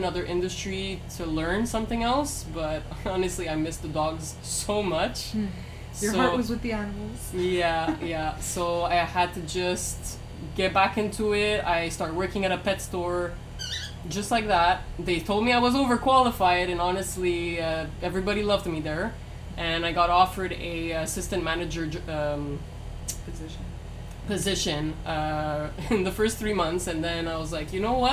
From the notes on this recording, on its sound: you will hear some background noise and a few words from our store Cockateil